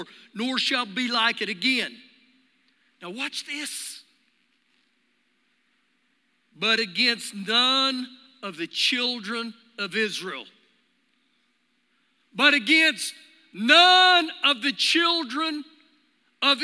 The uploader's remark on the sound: Recorded live during our Sunday morning service